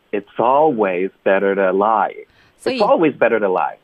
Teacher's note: 连发两个的时候呢，其实它们两个都会变得比一般弹舌音弹得更弱